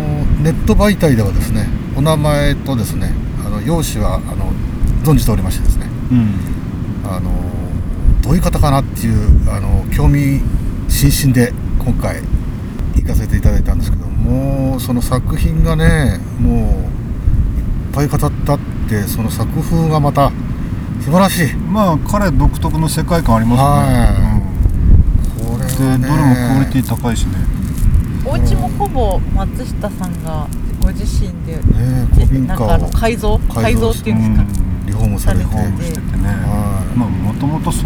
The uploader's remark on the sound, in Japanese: 2ヶ月ぶりにリアル収録。今回は3人で千葉県は大多喜町といすみ市にプチ旅行です。野外収録のため、雑音等、お聞き苦しい点がございます。